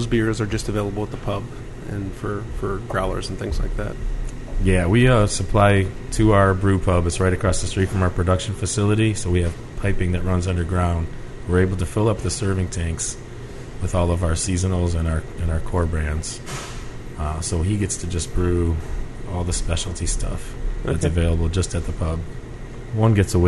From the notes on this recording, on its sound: Recorded at Hough's in Pittsburgh